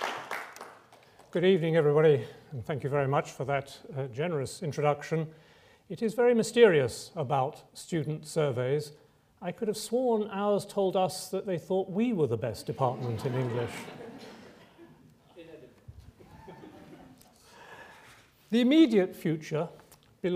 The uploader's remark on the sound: Recorded on Thursday 24 May 2012 at the University of Edinburgh's George Square Lecture Theatre.